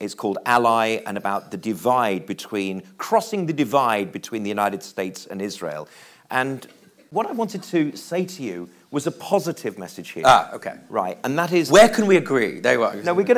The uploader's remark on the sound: LIVE in the main theatre at JW3.